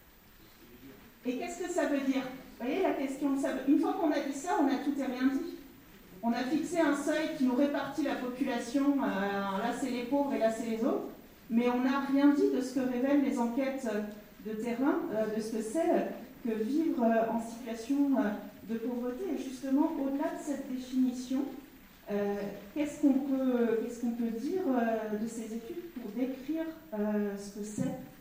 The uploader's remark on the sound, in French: Table-ronde en public